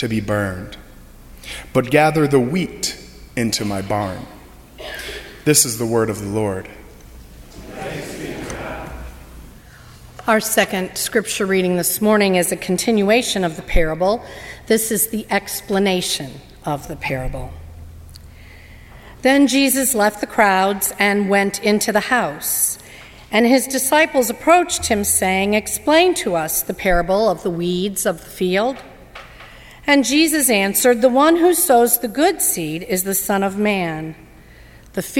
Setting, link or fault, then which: setting, large echoing room